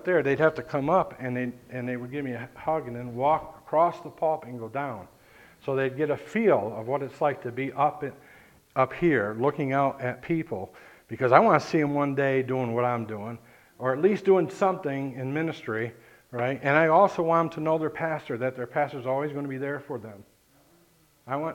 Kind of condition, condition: setting, large echoing room